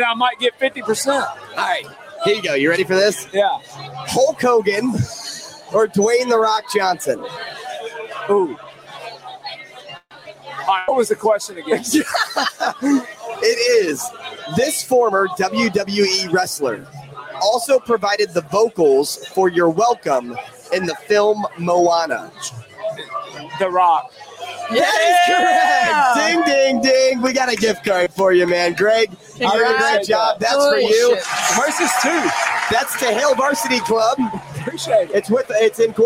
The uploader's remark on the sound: Live at Rocco's